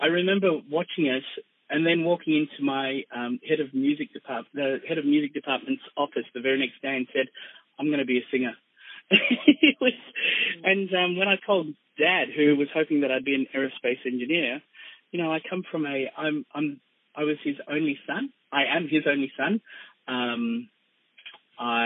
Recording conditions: phone line